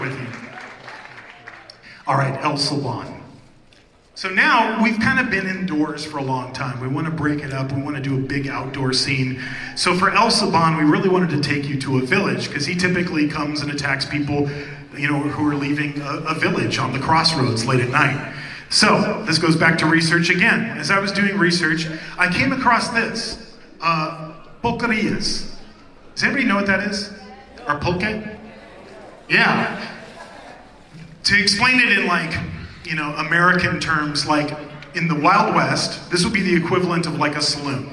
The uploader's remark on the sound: We showcase the panel from Midsummer Scream